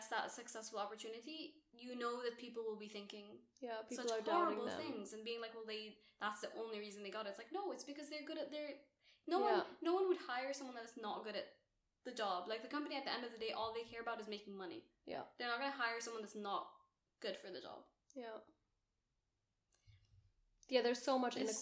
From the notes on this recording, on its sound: You may notice this is our first ever VIDEO episode!!! We’re still figuring out the audio/background etc so bear with us.